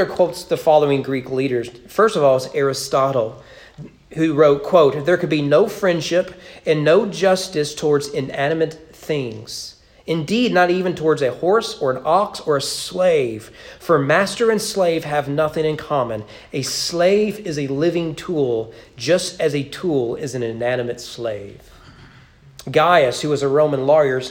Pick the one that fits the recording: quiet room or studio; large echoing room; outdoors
large echoing room